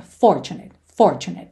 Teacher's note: normalmente, essa palavra tem a sílaba tônica na primeira sílaba